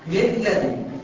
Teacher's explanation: ابتلعت اللام النون تماما · Term: إضغام كامل